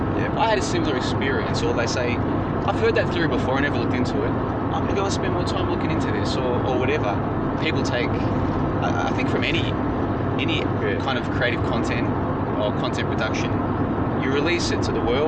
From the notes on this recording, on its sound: as they drive from Brisbane to Winton as part of the Dinoskeptic Roadtrip